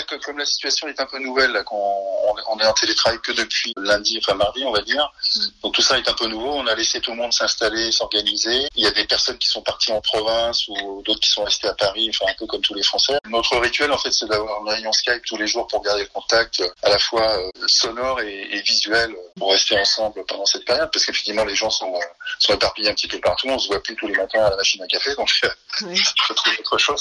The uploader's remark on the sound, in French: nous avons joint par téléphone